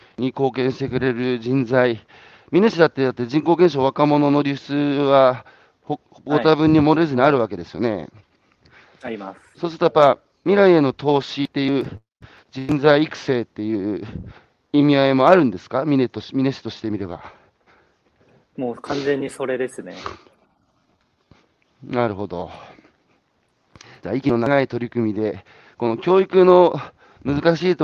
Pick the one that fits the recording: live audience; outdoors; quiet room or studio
outdoors